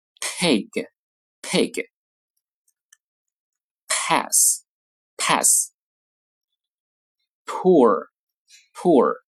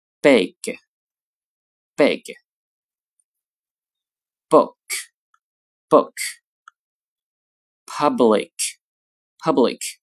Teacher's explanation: 清辅音的声带不振动，发作 pp，浊辅音声带振动，发作 bb · Term: 清浊辅音